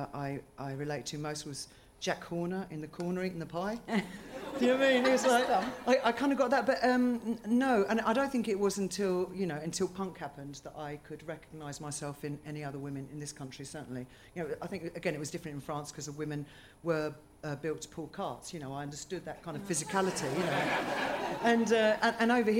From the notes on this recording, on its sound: Recorded at the Leicester Square Theatre, London on June 27, 2017.